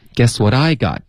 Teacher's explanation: Guess what I got 重音要放在 I 不是 got